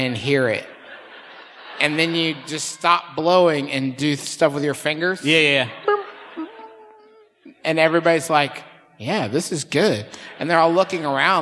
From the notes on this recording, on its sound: Here’s a live show we recently did in Cincinnati.